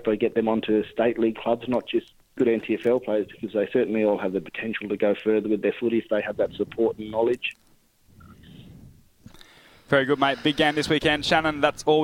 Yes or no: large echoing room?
no